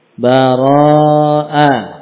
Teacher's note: Kita baca huruf ra dengan 2 harokat.